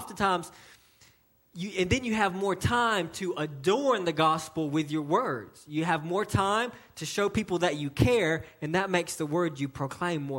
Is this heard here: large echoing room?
yes